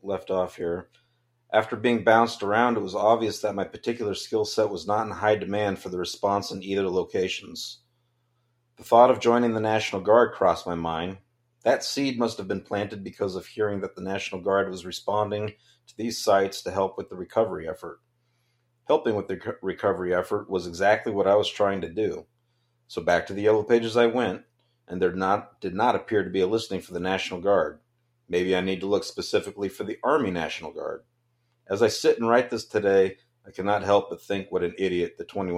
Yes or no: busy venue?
no